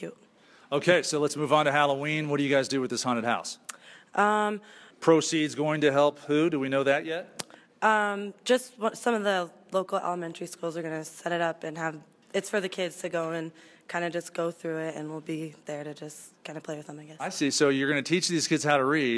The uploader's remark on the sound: This show kicks off with a live audience at Utah State University